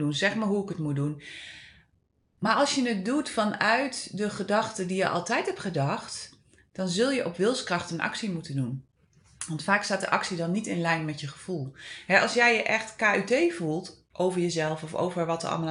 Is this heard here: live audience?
no